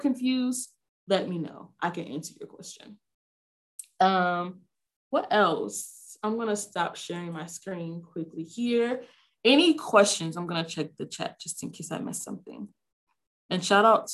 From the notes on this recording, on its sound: Zoom Info Session.